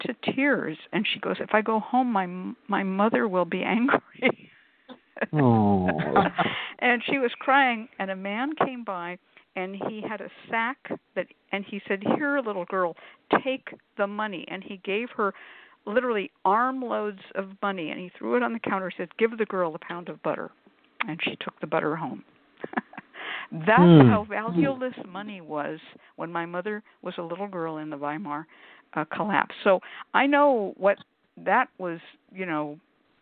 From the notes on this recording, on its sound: a real, live call-in show